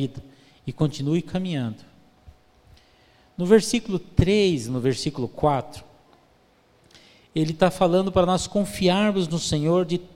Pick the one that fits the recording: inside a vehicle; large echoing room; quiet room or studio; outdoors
large echoing room